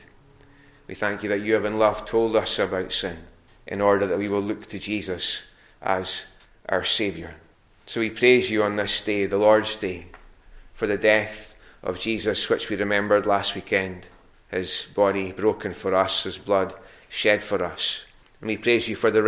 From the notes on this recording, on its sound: recorded at North Harris Free Church on the morning of Sunday 20th March 2022